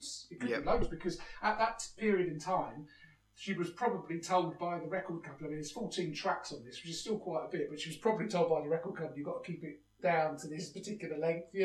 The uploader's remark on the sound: Sorry for some audio issues as we had podcast microphone problems